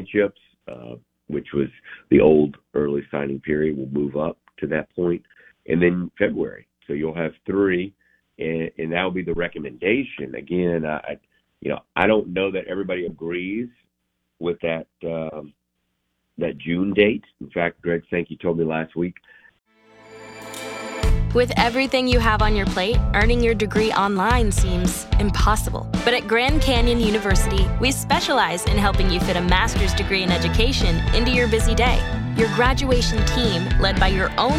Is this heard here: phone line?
yes